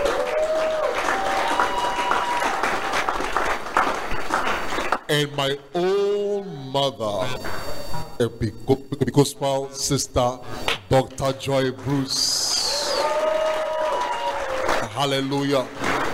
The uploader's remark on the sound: Preach at The Art of Evangelism Conference